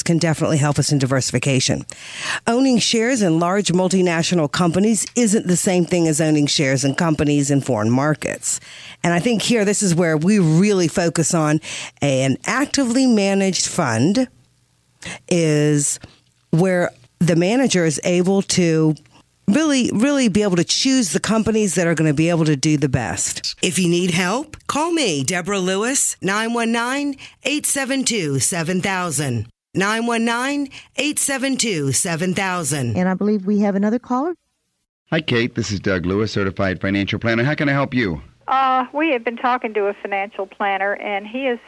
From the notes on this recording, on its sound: Financial planning call-in show.